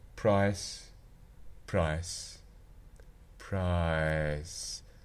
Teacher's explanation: really closer to e than to I, with variation on the rounding in the beginning · what I've seen described as the lowered second element seems to be occurring in New Zealand and South Africa